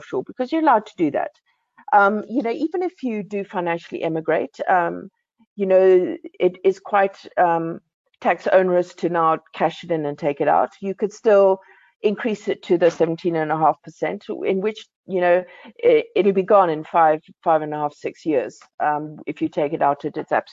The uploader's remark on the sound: BizNews Finance Friday webinar